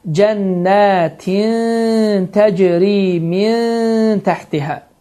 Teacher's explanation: burada səs itir, gizlənir və dilin ucu yuxarı kəsici dişlərə toxunaraq, yəni az qalır ki, toxunsun və səs burundan çıxaraq ixfə edilir, yəni gizlənir və 2 hərəkə miqdarında uzadılır · Term: ixfə qaydası